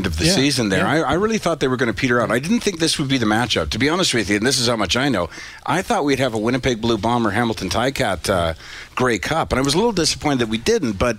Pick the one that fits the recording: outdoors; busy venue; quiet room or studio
busy venue